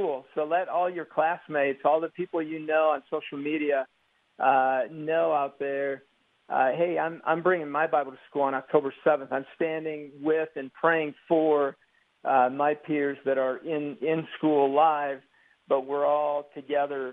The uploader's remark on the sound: Open Phone Friday